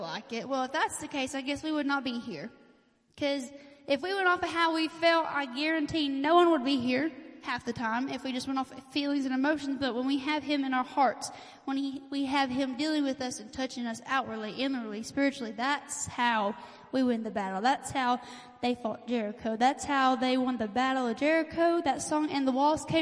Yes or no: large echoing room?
yes